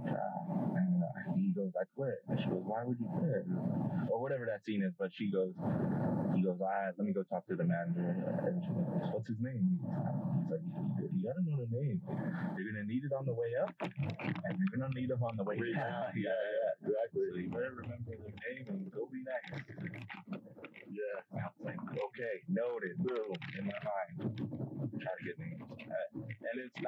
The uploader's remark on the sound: First of all, sorry about the audio.